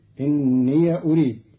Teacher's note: قرأ قالون كلمتي إني أريد بفتح ياء الإضافة فتصير إني أريد، والفتح والإسكان في لغة العرب.